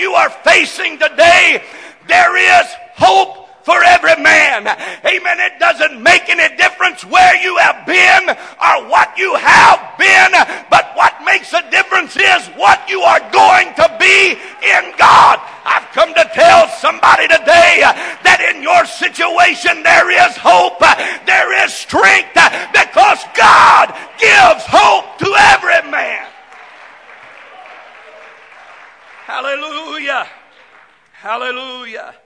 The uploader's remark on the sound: This message is broadcast live from the First Pentecostal Church of Silsbee Texas.